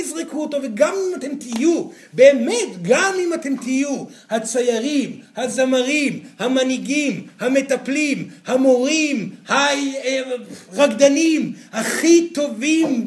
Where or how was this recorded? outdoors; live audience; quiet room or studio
live audience